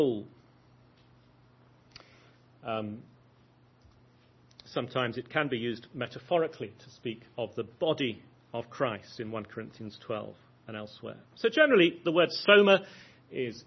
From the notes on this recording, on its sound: lecture at the 2011 Pastors' Academy Conference